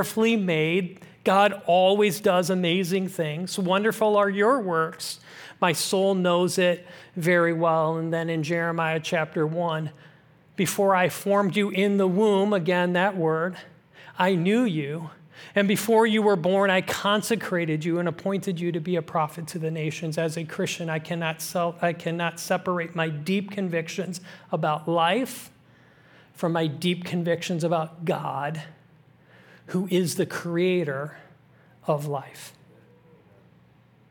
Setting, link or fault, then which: setting, large echoing room